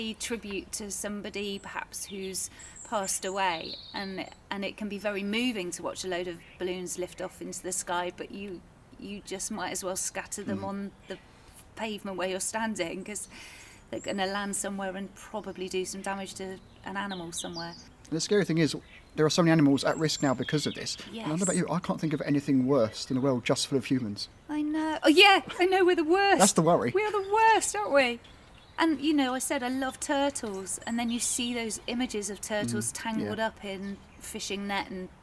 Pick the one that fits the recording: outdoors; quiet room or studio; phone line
outdoors